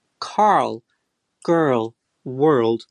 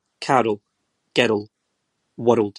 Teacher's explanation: There would be an extra vowel sound in between the R and the L · Shown in: second take